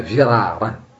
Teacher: فرارا فخمت بالرغم من أنها قبلها كسر